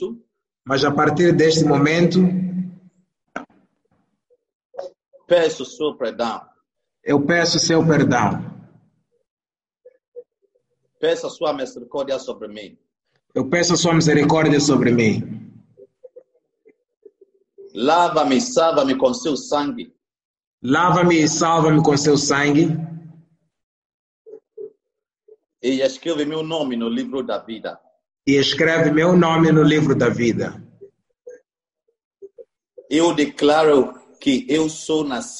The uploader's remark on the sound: ZOOM PROPHETIC EXPERIENCE SERVICE